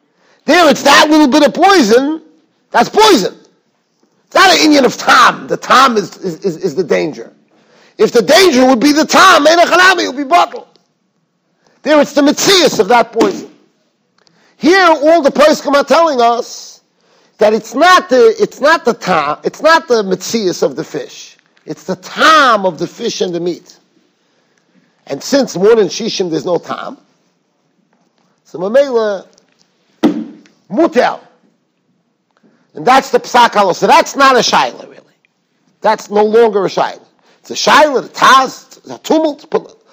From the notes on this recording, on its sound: Shiur recorded in Yeshivas Ohr Reuven, Monsey, NY.